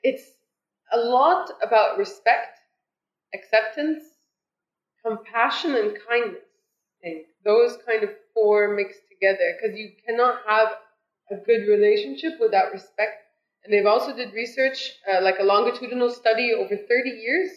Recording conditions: poor sound quality